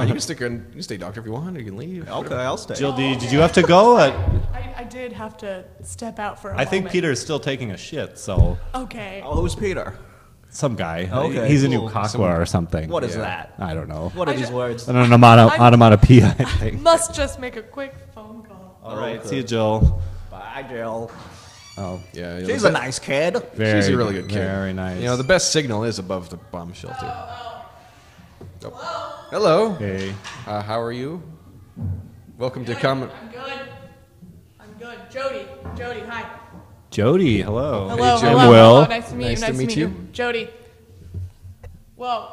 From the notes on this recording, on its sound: At SF Underground fallout shelter by Comedy Sound Wave.